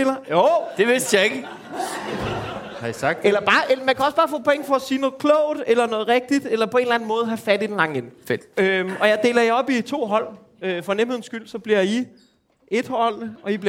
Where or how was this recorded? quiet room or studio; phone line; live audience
live audience